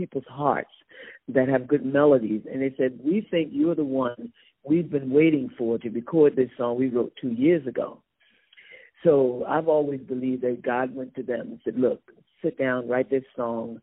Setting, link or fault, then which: link, phone line